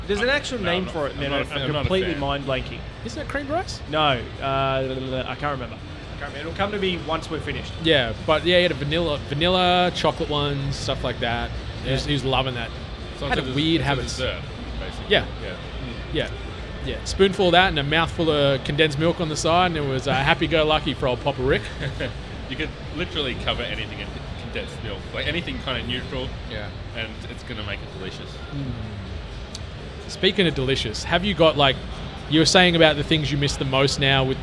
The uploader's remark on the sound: On the PAX Australia showfloor. The episode was recorded in a live environment with literally 1000s of people around so there may be some inconsistencies in the audio at times.